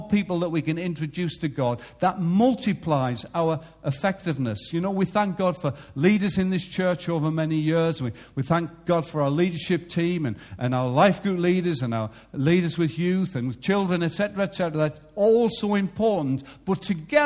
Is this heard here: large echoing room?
yes